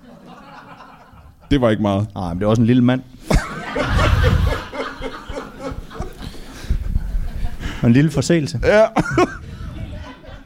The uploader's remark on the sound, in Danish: LIVE fra Tobbers i Kolding.